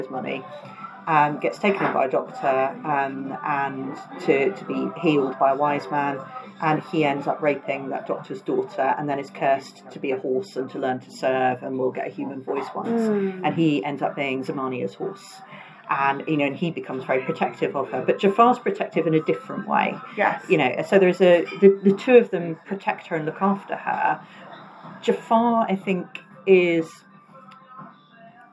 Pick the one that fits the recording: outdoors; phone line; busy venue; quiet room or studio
busy venue